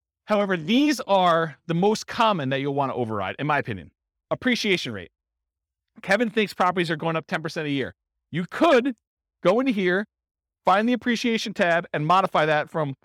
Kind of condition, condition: setting, live audience